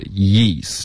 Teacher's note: 你要注意的就是舌头得往前滑，贴着上颚滑才能导致这个耶的音